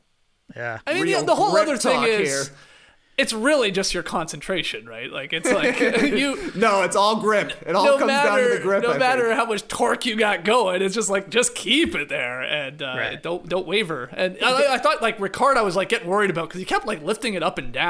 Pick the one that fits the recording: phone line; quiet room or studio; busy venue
quiet room or studio